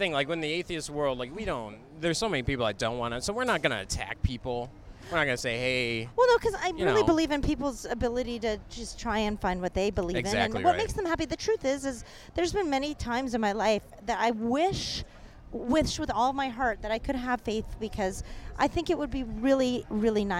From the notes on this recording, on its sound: While walking around Hollywood Blvd.